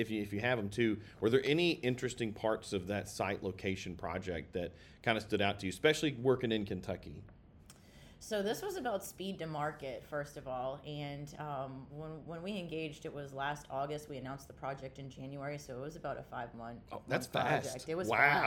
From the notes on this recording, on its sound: live from Myrtle Beach at the Business Facilities LiveXchange Site Selection Event